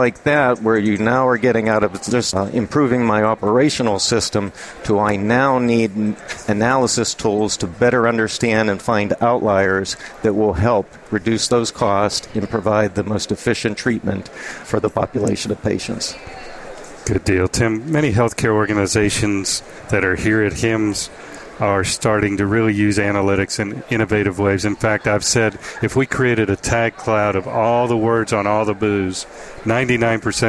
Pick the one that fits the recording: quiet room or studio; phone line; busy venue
busy venue